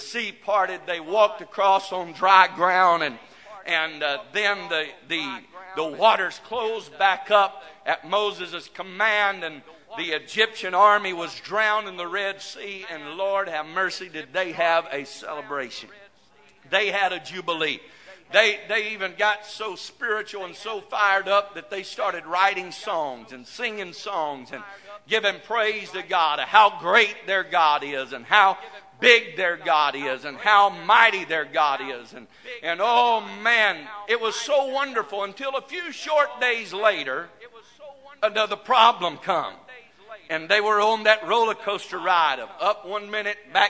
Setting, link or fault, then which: setting, large echoing room